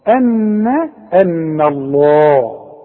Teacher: رقق النون وفخم لفظ الجلالة ليه؟ لأن لفظ الجلالة مفتوح والحرف اللي قبله مفتوح فيبقى نفخمه